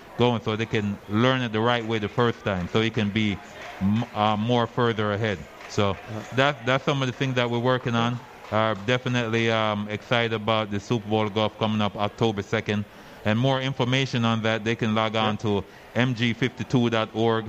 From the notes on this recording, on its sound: Live From The Cosmopolitan of Las Vegas.